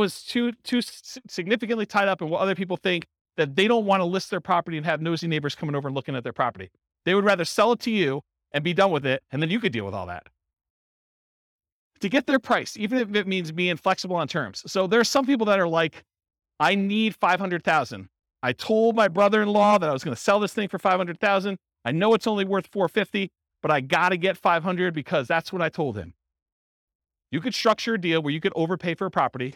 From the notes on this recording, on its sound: This was a live class recorded. Charlotte, North Carolina.